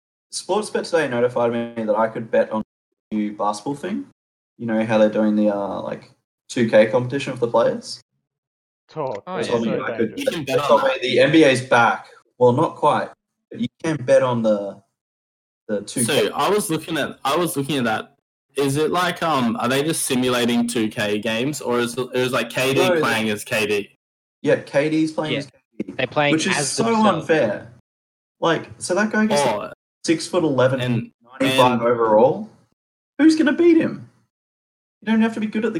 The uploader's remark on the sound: NPP episode #14 technical difficulties